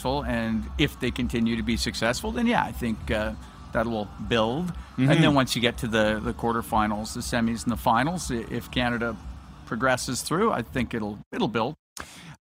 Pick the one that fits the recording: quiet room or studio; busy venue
busy venue